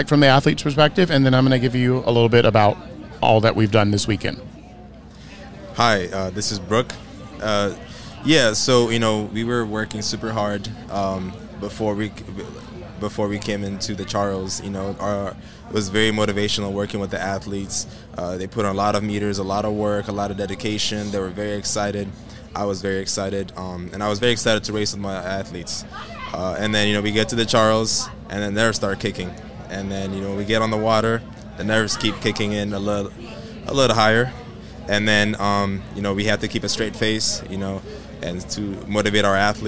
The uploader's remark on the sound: Live from Head of the Charles Regatta